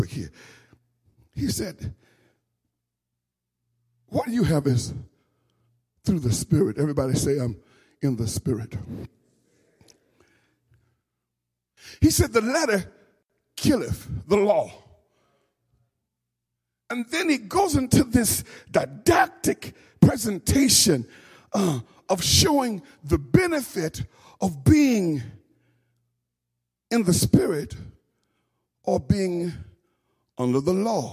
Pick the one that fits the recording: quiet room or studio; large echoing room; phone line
large echoing room